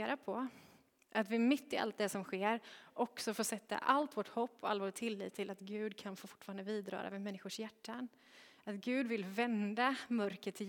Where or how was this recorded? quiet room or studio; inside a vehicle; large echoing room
large echoing room